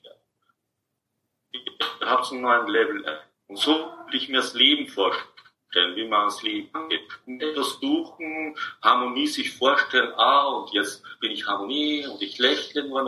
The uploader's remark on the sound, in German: Dies ist ein Mitschnitt aus einem Online Seminar.